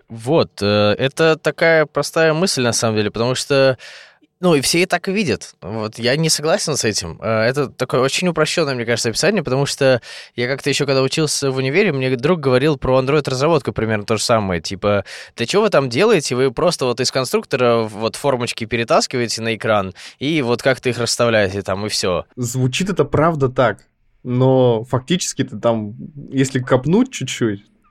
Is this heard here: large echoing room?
no